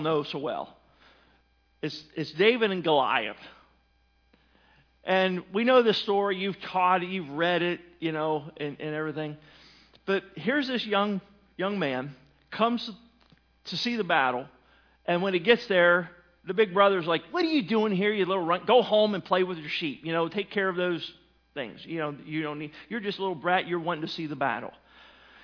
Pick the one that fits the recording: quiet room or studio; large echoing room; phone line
large echoing room